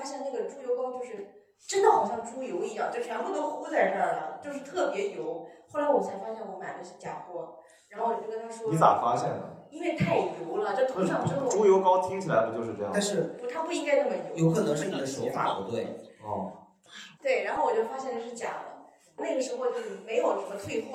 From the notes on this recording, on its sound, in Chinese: 最近两期由于场地不熟悉，设备出了问题，只能用备用素材，所以音质稍有问题。